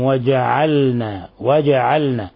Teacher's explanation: بعض الناس يقرأها وجعلنا وجعلنا، هذا خطأ، يقلب اللام نونا. والصواب إظهار اللام وقلقلة الجيم